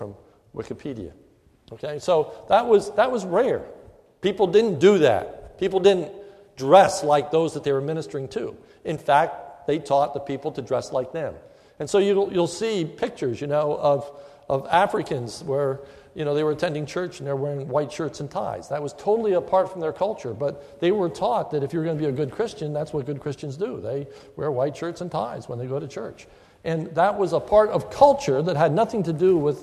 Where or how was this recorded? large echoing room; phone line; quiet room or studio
large echoing room